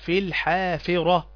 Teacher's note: الراء مفتوحة، والراء إذا كانت مفتوحة تفخم · Term: تفخم الراء